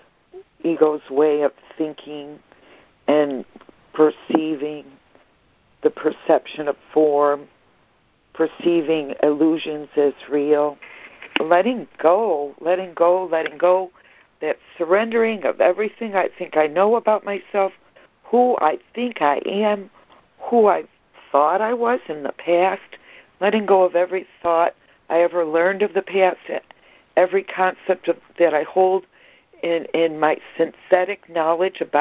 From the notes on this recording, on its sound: ACIM Daily Conference Call.